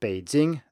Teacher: So Mandarin is a good example here, because if we take a word like Beijing, the B here is not voiced. It's not Beijing, it's Beijing.